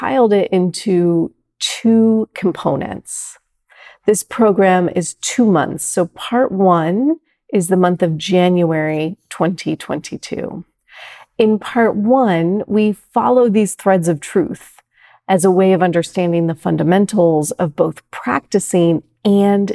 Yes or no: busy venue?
no